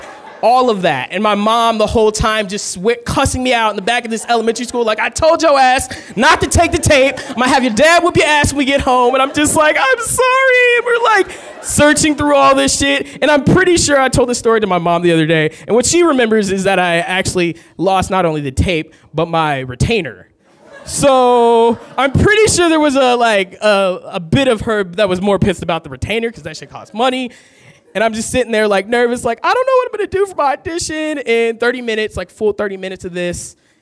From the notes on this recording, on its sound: Today we're playing back stories recorded at our last kickback in Oakland. Live shows like this one.